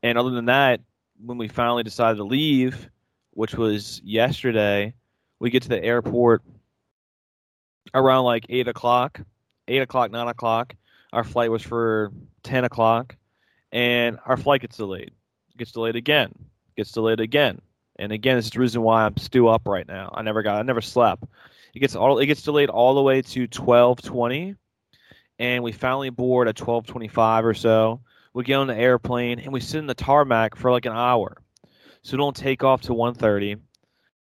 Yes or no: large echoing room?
no